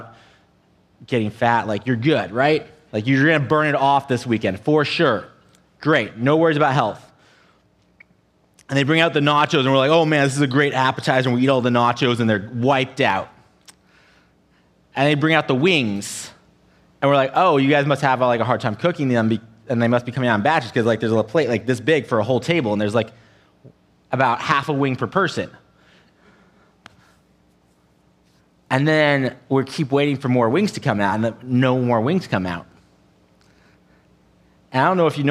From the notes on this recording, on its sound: an audio only recording of our service